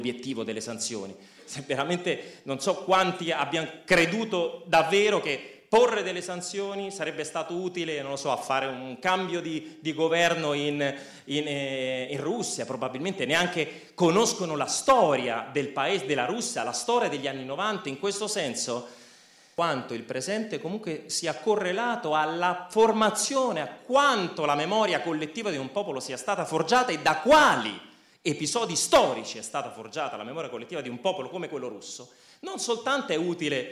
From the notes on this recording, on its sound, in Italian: Roma. Audio registrato in loco.